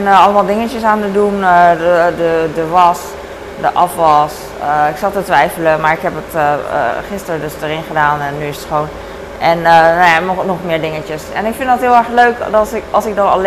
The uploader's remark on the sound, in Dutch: Rustgevende achtergrondgeluiden om naar te luisteren - Met HEMA paaseitjes door Rijssen centrum.